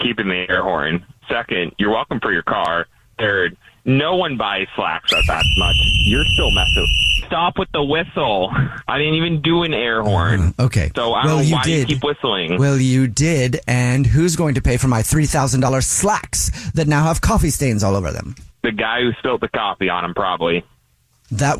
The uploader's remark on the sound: There is a girl on the phone who thinks her boyfriend is cheating. There is a woman on the phone.